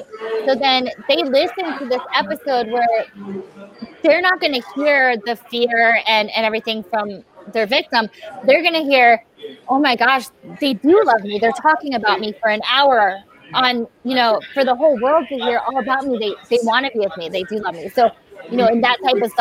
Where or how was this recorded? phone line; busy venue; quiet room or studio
busy venue